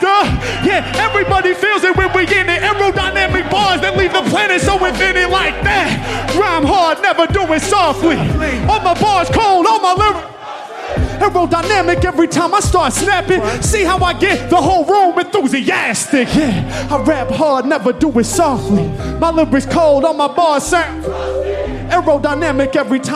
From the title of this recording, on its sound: Live In Toulouse & Barcelona